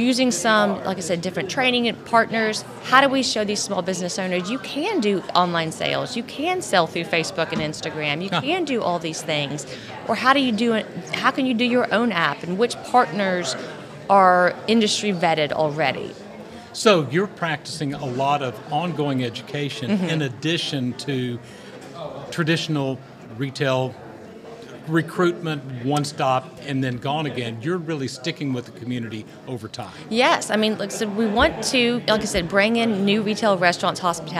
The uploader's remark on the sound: LIVE from the SEDC Annual Conference in Williamsburg. The SEDC Podcast Presented by Insyteful is live at the Council's Annual Conference in Williamsburg, Virginia.